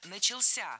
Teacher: Ударение в этом слове падает на последний слог, поближе к возвратной части «ся».